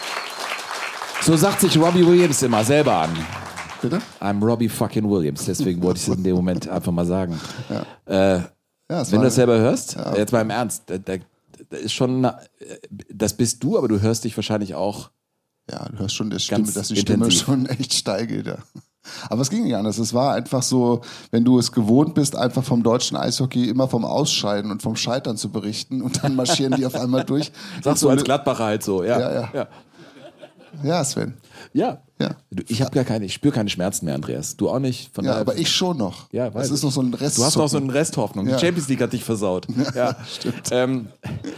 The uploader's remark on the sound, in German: Live-Show